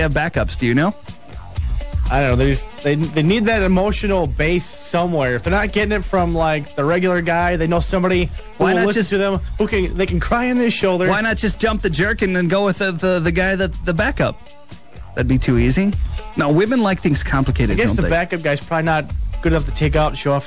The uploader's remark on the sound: We open up the phones.